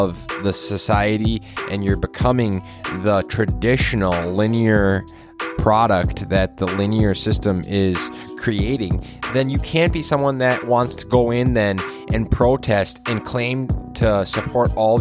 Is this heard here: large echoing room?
no